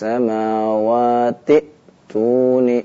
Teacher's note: Jadi kalau membacanya wasol ya, maka wasolnya disambung dengan huruf ta yang ada di hadapannya ya. Am lahum syirkun fis samawati tuni, hamzahnya dipakai.